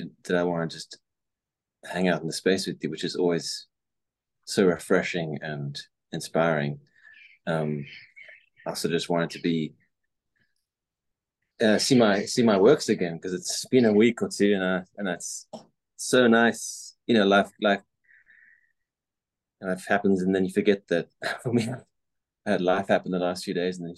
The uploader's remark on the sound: We both meet on Zoom. On view at El Nido by VC Projects, Los Angeles.